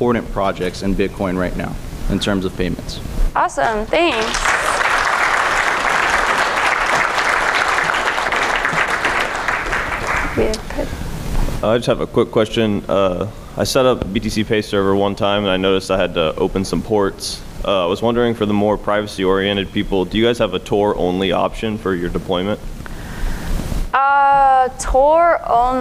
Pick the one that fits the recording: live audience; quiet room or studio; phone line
live audience